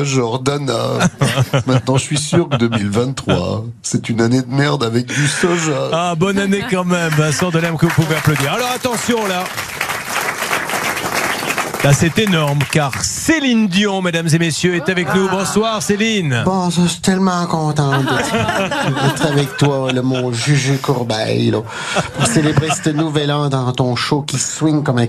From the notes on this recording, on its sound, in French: Dans cette émission inédite depuis le Grand Studio de RTL et devant un public.